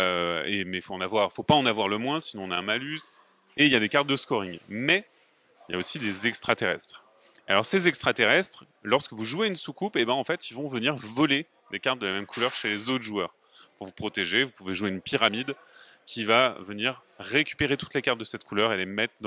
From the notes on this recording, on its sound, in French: Festival des jeux de Vichy 2022. Nous sommes au Festival Professionnel des Jeux de Vichy 2022.